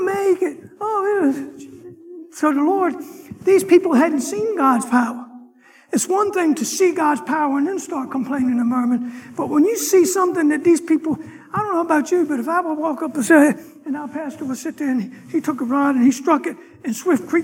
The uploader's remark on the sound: Sunday morning lecture